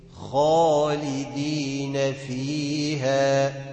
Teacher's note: الألف لما يكون قبلها حرف مفخم تفخم